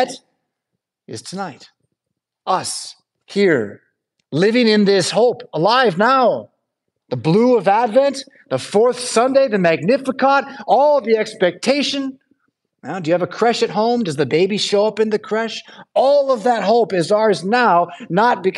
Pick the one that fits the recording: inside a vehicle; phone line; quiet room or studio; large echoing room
large echoing room